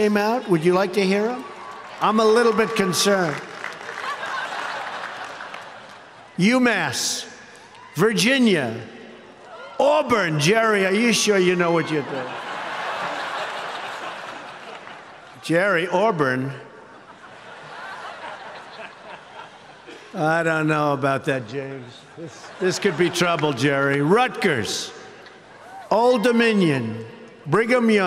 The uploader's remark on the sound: Delivers a keynote address during the commencement at Liberty University on May 13, 2017, in Lynchburg, Virginia.